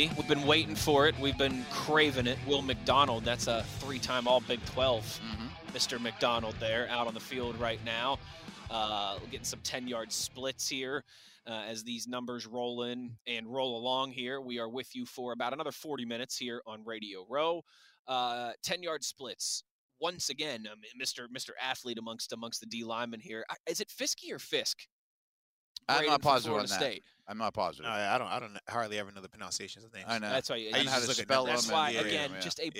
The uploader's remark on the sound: LIVE from the NFL Combine